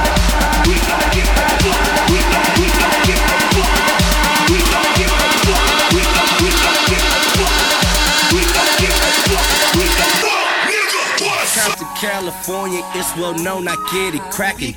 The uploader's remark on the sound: Set performed live during AFTERWORK : SWEET & CALIENTE